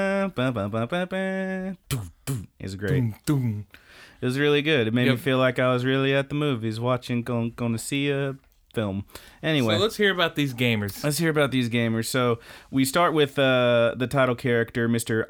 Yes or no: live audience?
no